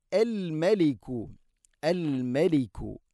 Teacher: മീമിനെ പിന്നെ നേർപ്പിക്കണം, കനപ്പിച്ചുകൊണ്ട് ഉച്ചരിക്കരുത്.